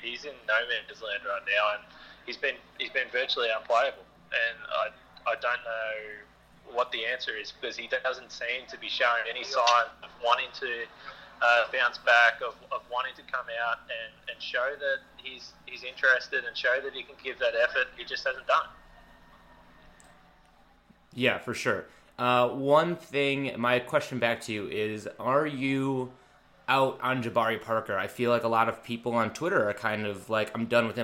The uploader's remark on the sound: gets on the phone